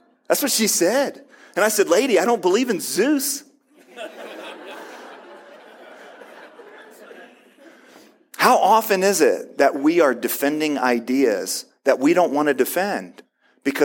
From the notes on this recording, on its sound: Spoke at the 2021 FCCI International Conference in Bachelor Gulch, CO. Spoke at the 2021 FCCI International Conference in Bachelor Gulch, CO.